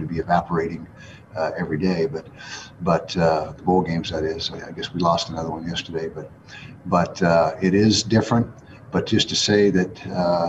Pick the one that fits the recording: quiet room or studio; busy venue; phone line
busy venue